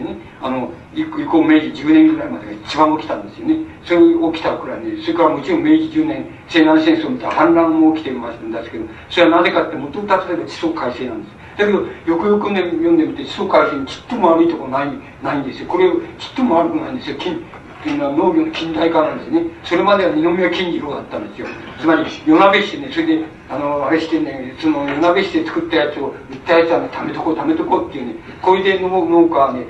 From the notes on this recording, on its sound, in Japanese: 場所：長岡市・中越高等学校会議室。音源は主催者提供。客席から録音されたものだが、 比較的クリア。しかし、 講演の最後の部分で録音が終わる。